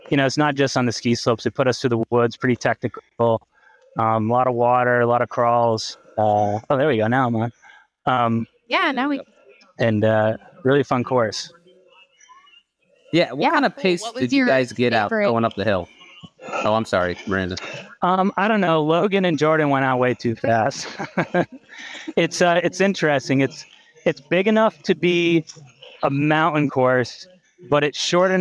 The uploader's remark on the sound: Post race interviews straight from the live coverage. Talk to some of the top Pros of the day in Savage Ohio 2023.